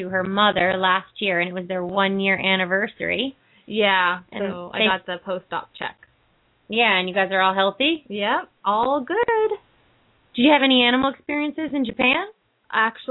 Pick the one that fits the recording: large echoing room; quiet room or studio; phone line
phone line